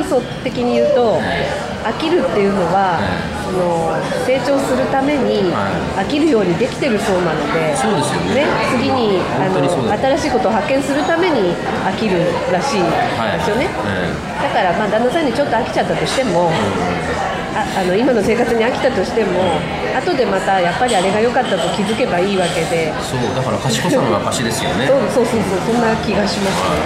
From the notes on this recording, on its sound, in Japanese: なんとニューヨークからお届けします。ＮＹの素敵なCAFEで収録したスペシャルオンエアです。